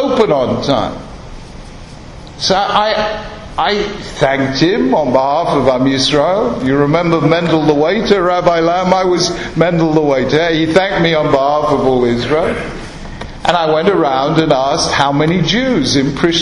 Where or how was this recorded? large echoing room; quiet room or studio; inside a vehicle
large echoing room